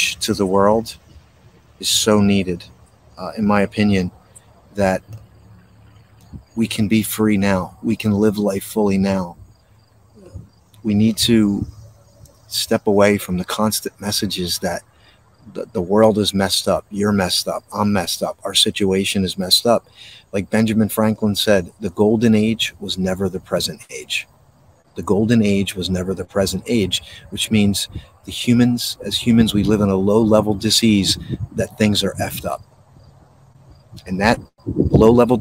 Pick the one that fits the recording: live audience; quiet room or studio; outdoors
outdoors